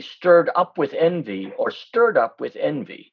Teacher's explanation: with two monosyllables, the ictus or the verse accent can go on either syllable